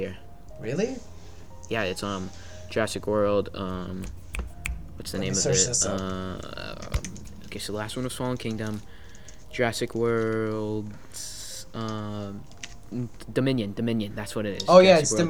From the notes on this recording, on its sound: Background Noises Included